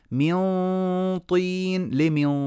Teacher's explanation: فخمت الغنة لأن بعدها طاء مفخمة